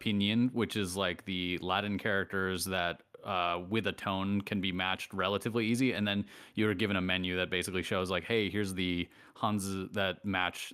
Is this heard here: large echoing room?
no